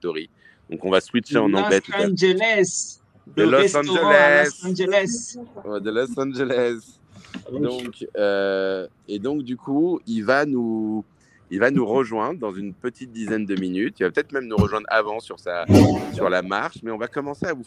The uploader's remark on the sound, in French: Aujourd'hui nous étions en vidéo et en live de la NFT Factory. 137 rue Saint Martin.